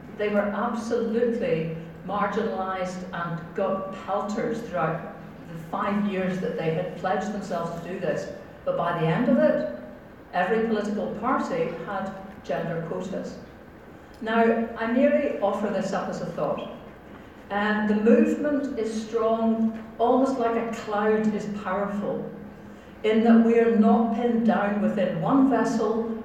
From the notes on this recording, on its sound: get out and about in the Bowmar community cafe in Alloa, in the audience for BBC's Debate Night, at the Radical Independence conference in Glasgow